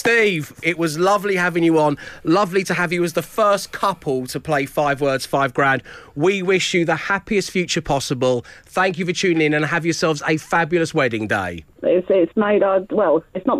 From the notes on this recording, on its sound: Back on the phone.